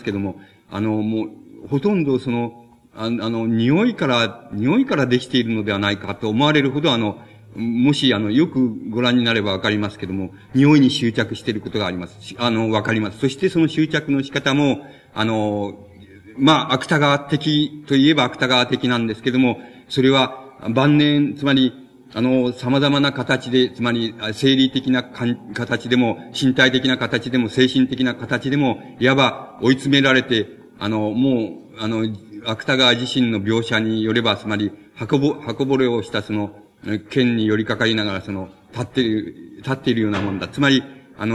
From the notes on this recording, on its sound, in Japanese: 場所：京都精華短期大学。京都精華短期大学大教室。一般の人にも開放され、 他大学の学生の参加も多かった。音源は主催者提供。たいへんクリアに収録されている。